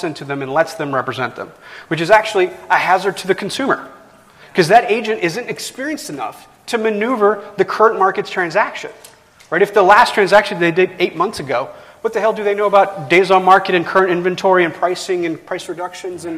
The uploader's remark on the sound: From our chat at NLA Live 2019. Onstage live at NLA 2019.